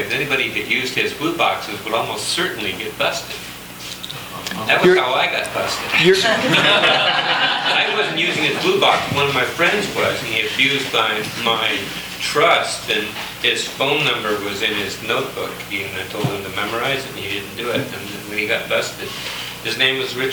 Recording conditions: live audience